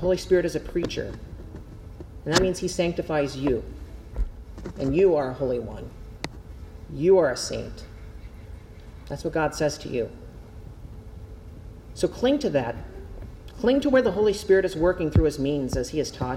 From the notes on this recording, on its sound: Preached at Zion Lutheran Church in Winter Garden, FL